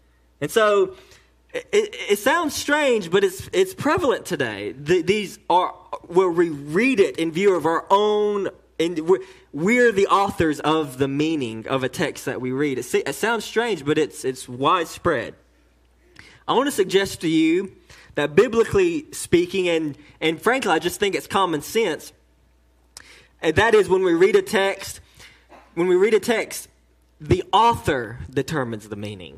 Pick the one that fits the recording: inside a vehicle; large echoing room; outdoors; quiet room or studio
large echoing room